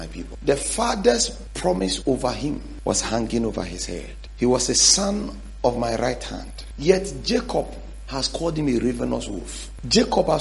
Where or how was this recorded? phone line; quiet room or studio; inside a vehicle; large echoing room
large echoing room